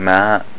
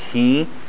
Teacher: Alif with a fatha before it, like ma, or a waw with a dhamma before it, like hu, or the ya with a kasra before it, like he, then it should be exactly two beats · Term: mud letters